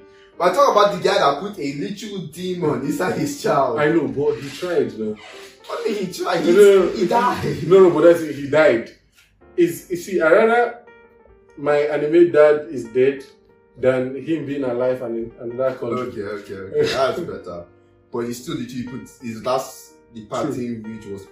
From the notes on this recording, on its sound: Yeah I know the audio is weird